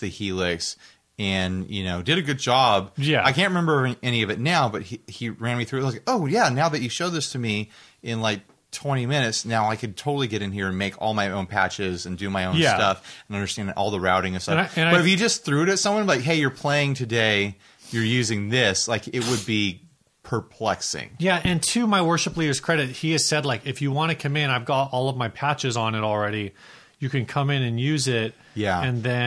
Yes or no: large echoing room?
no